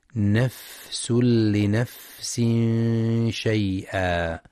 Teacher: وينتبه لهمس الفاء والسين